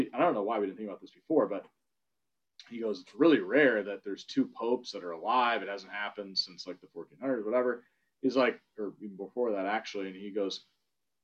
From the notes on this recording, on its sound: SIP Virtual Wine Tasting & Q&A. Trinitas Cellars in Napa Valley.